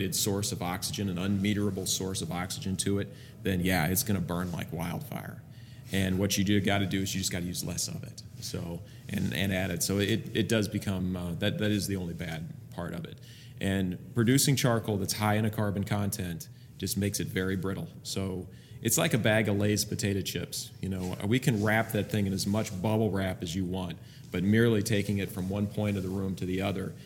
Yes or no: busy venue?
yes